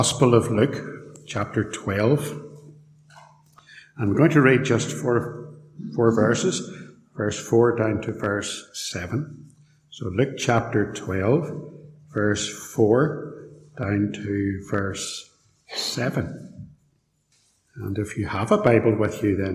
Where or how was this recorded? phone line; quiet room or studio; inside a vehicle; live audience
live audience